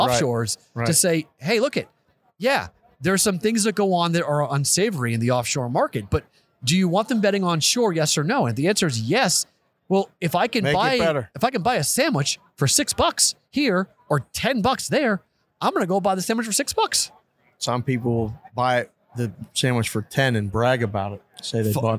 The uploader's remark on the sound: Super Bowl Radio Row. Live from Phoenix AZ for the Super Bowl.